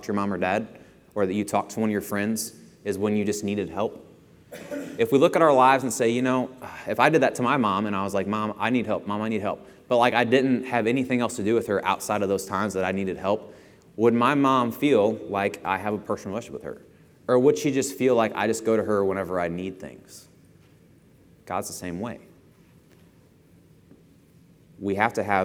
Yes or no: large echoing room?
yes